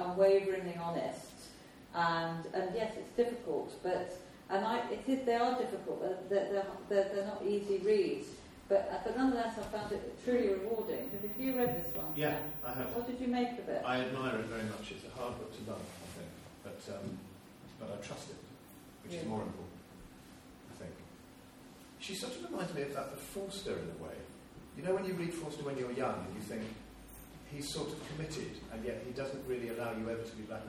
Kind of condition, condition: setting, live audience